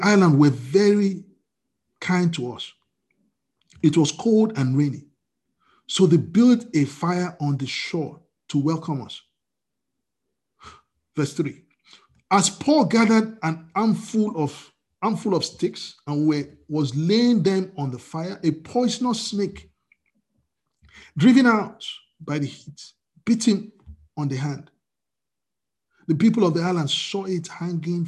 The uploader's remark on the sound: We are on Zoom now.